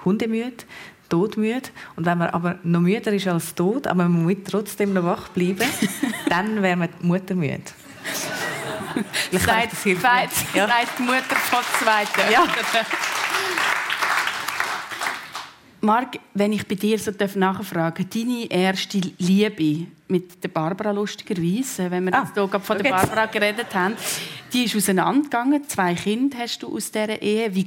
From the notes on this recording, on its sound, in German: Die Gesprächssendung «Persönlich» von Radio SRF 1. Live aus der Livestage des Radiostudios Zürich.